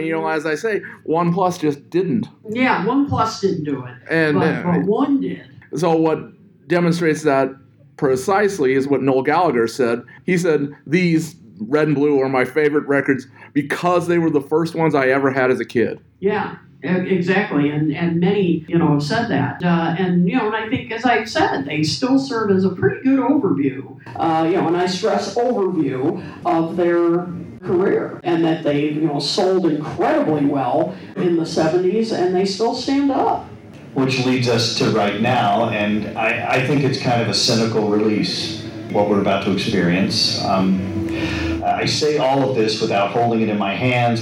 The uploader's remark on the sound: Live-ish from the Fest for … Fans, Chicago. A very special live edition of When They Was Fab.